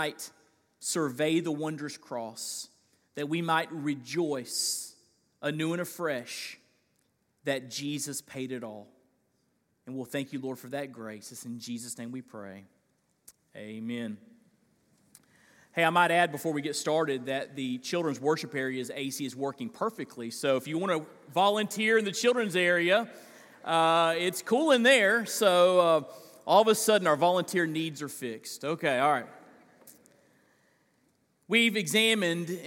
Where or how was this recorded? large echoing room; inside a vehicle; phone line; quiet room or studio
large echoing room